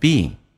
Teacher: being 像这个 being ing 形式，其实啊绝大部分啊是发成前鼻音